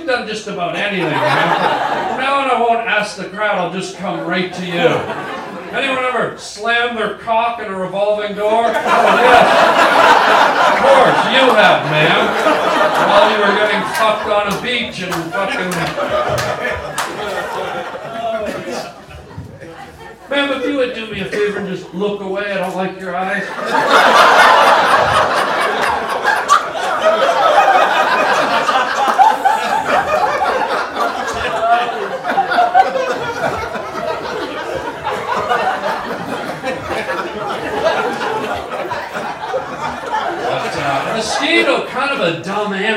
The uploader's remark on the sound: goes live on stage